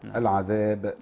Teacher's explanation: الوقف على لفظ العذاب يعني نقف عليه بقلقلة الباء